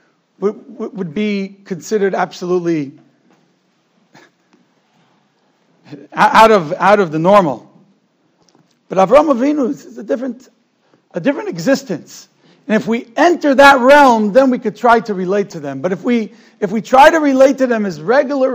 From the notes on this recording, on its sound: Shiur recorded in Yeshivas Ohr Reuven, Monsey, NY.